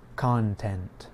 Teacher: In the word content, the stress is on the first part of the word. Content. It has a full vowel sound, ah, content. · Term: syllable stress